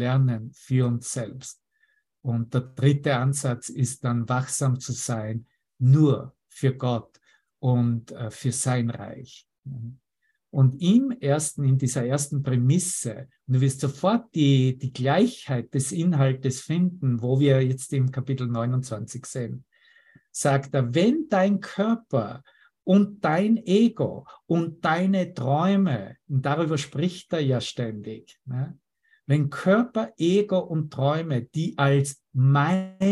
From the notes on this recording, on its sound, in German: Zoom-Session. Veranstaltet von der Aleph Akademie.